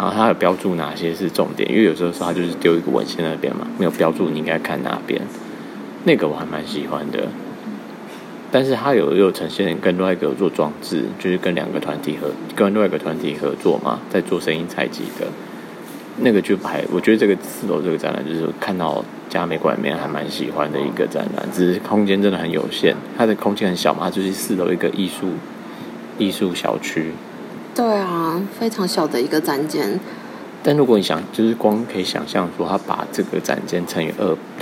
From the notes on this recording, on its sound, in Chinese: 收音爆爛慎入。前往嘉義的火車上臨時起意，直接很暴力的用手機錄了這集。